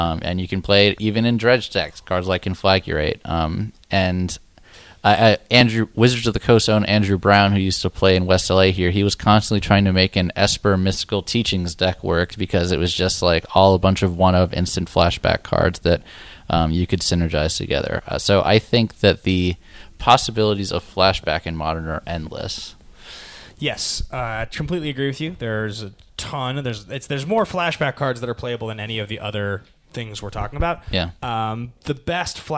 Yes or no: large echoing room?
no